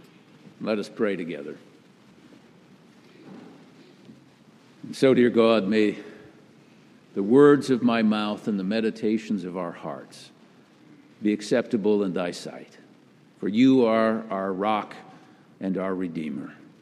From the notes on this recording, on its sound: Message delivered during the Traditional Worship service. Message delivered during the Traditional Worship service.